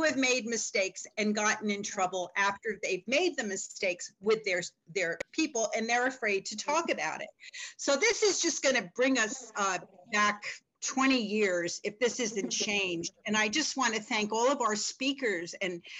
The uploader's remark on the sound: The live broadcast webinar